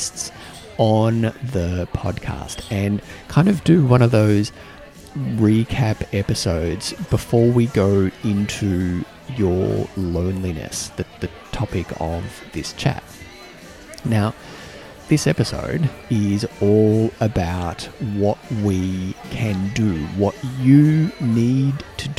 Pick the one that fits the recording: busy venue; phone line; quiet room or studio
busy venue